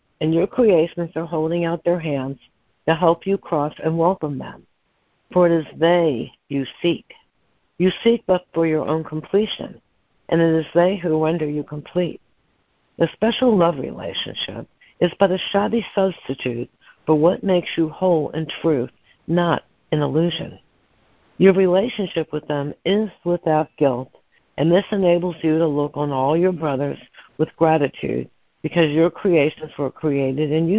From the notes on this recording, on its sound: ACIM Daily Conference Call